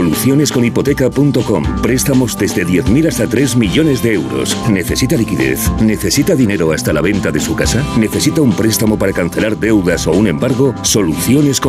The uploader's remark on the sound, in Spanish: emitimos en directo desde el hotel Villa Le Blanc Gran Meliá de Menorca